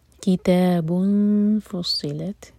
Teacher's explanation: تنوین کے بعد فا تو فا کے لیے اخفا. فصلت، سین نہیں صاد.